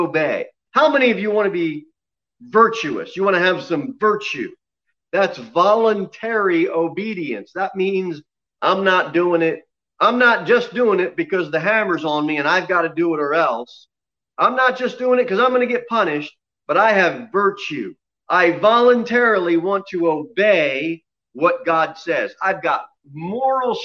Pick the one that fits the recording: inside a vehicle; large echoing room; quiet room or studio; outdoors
large echoing room